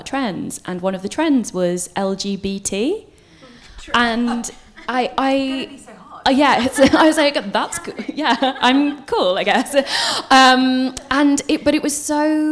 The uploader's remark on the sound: Live at the Margate Bookie. We are back at this year's Margate Bookie for a fun, frank and freewheeling conversation with three brilliant authors.